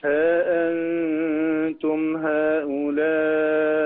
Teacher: في المنفصل يبقى حركتين بإذن الله